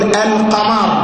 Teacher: ربطت الألف باللام، اللام ظاهرة، تقول القمر